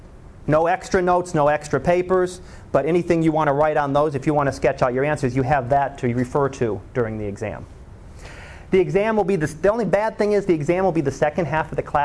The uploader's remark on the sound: Live Class Lecture